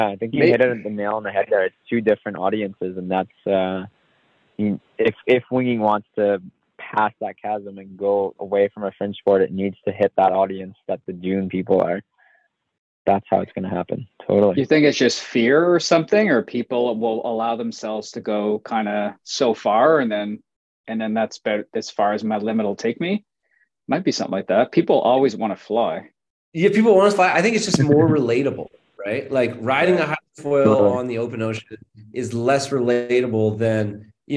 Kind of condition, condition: link, video call